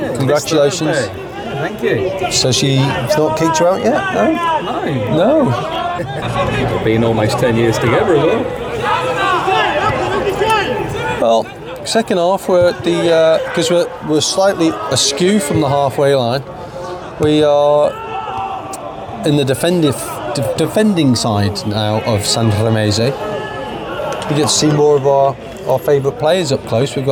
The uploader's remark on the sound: Sanremese 0 Chieri 0 was recorded at the Stadio Communale on Sunday 10 December 2023.